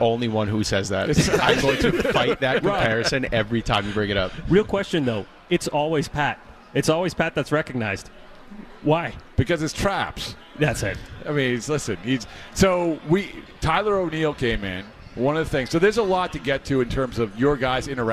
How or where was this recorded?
busy venue